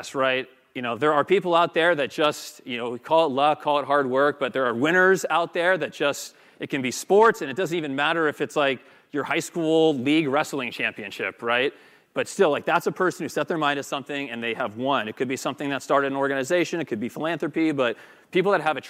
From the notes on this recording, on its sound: Pulled from his speech at The Sales Development Conference at the Ritz-Carlton San Francisco in 2018